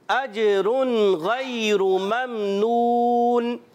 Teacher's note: اجرن پہ جیم حرف قلقلہ سے ہے، قلقلہ ادا کریں گے، آواز لوٹ کر آئے گی